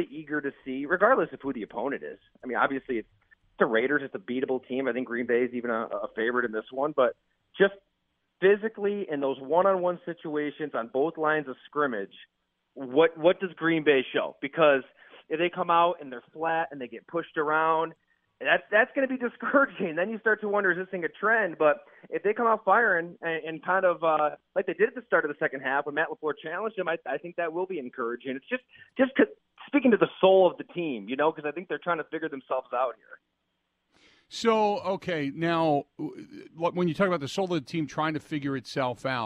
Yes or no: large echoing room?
no